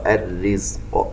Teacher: نركز على ترقيق الراء المشددة المكسورة